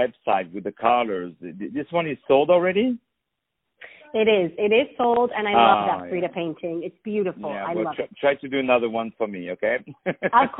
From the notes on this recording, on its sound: On the phone